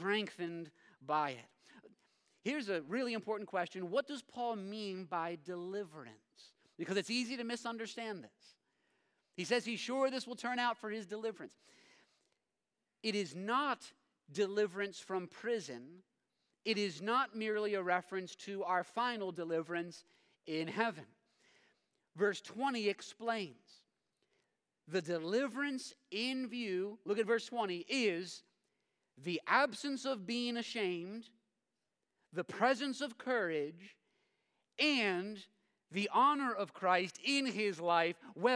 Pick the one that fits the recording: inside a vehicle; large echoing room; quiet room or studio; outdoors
large echoing room